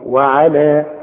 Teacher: اذا وقفت على وعلى اديها حركتين فقط، اقول وعلى بس.